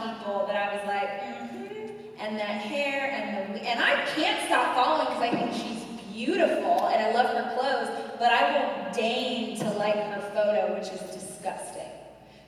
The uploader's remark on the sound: This special BONUS episode of Dais took place on the RISE conference stage in Austin.